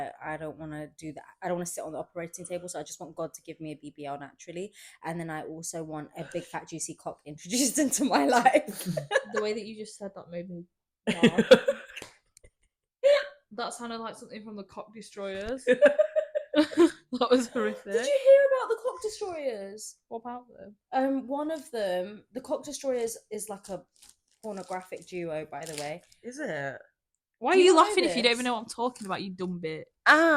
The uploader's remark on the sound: Apologies in advance for the sound, my friends are incredibly unprofessional.